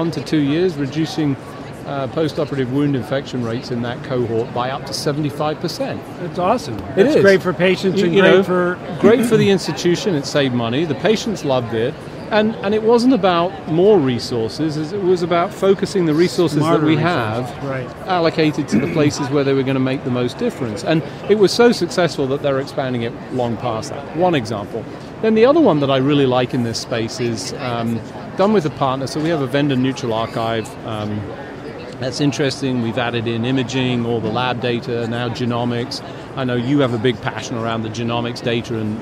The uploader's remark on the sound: LIVE from #HiMSS17